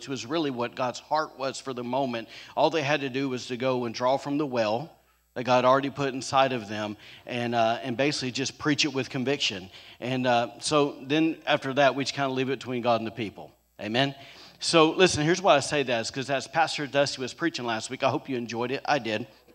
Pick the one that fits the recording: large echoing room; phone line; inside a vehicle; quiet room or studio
large echoing room